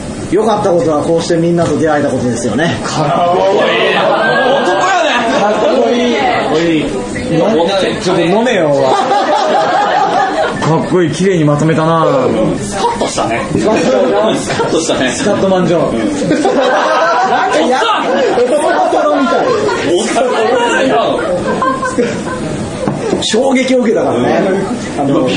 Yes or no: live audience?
yes